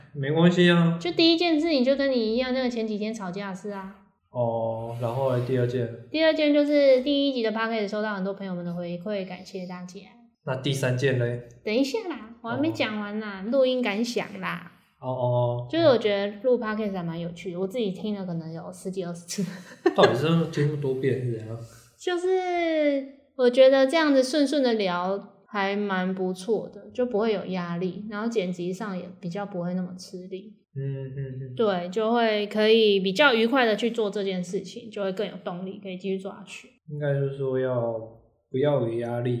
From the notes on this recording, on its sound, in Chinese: 本次錄音收音設定上有問題，一直錄到衣服的沙沙聲